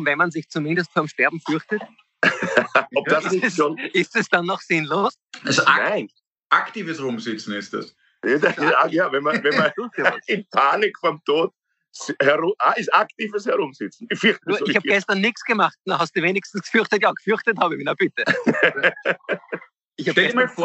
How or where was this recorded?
video call